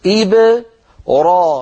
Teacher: أيضا الكلمة التي بعدها إبراهيم، إبرا، ففتح الفم يبدأ من الراء وليس من الباء